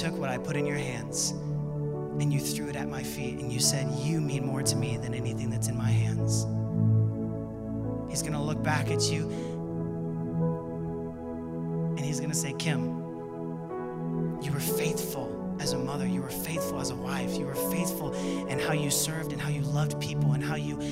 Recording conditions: large echoing room